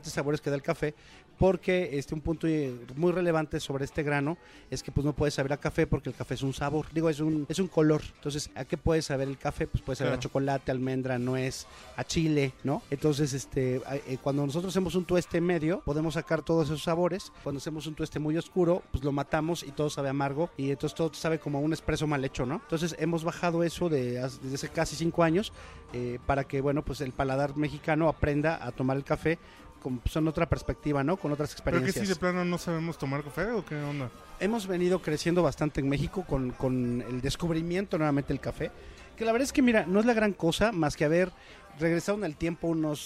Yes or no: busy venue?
yes